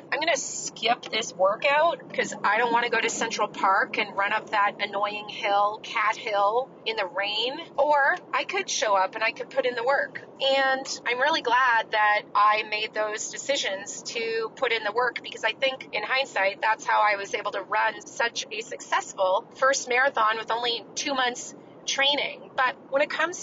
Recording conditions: inside a vehicle